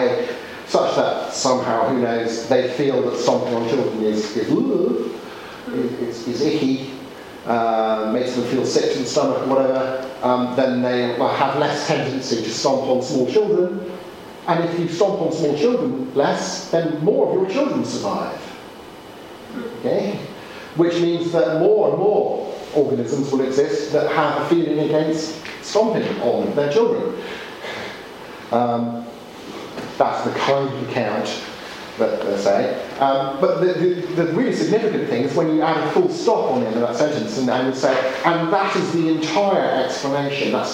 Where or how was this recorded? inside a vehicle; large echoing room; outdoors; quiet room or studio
large echoing room